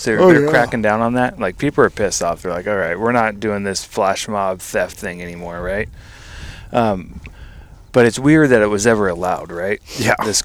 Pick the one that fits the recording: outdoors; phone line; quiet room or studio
outdoors